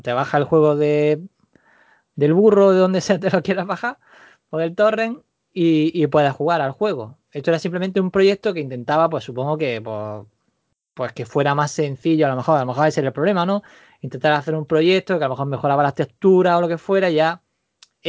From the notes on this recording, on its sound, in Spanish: Tres pollaviejas una galleta y un micro, el resultado es tal cual se ha grabado por Skype, sin trampa ni cartón, ni música, ni acordeón.